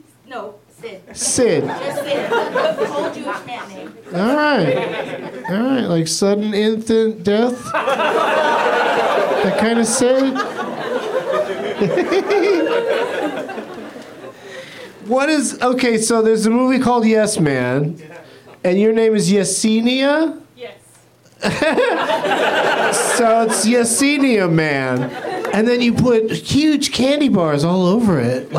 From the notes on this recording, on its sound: Back at the UCB Theatre in LA